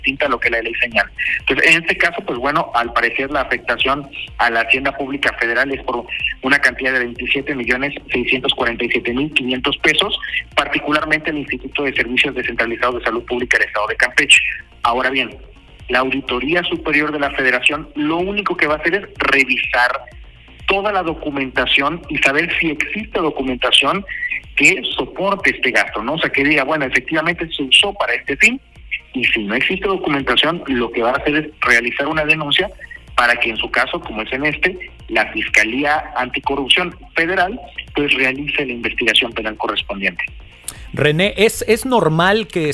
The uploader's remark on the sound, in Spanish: Entrevista telefónica.